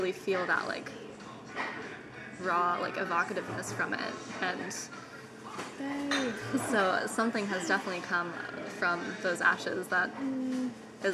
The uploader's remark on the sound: Unfortunately, the audio turned out a bit shabby in this episode. The sound of the espresso maker, neighboring chit chat, and overall coffee shop vibes.